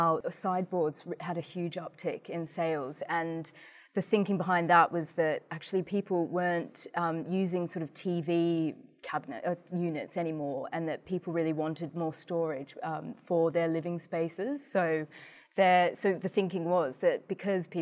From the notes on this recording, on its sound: This epsiode is recorded at the Peter Jones store in Sloane Square